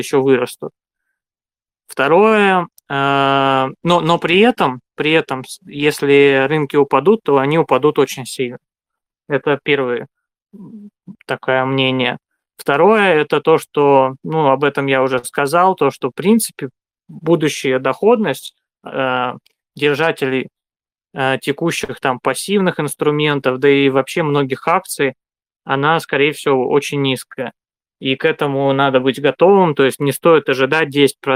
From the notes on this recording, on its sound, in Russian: Запись голосового чата на канале Долгосрочные Инвестиции 2021 Live 20 марта 2021.